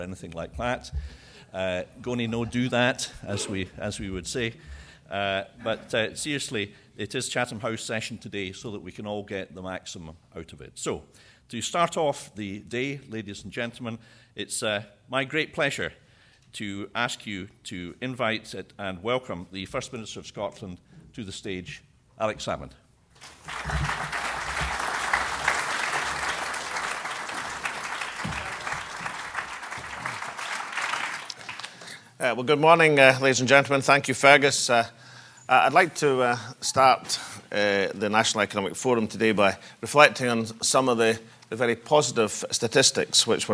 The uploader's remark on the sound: Plenary session (09:00-10:05) of the national Economic Forum. Followed by a Q&A session.